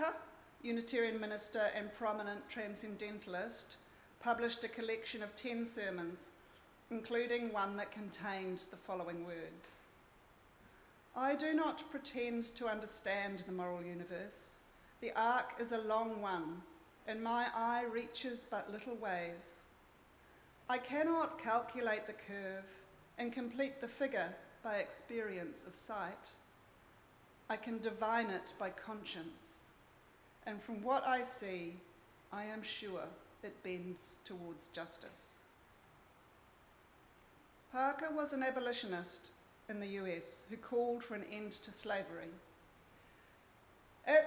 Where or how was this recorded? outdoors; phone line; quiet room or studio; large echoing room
large echoing room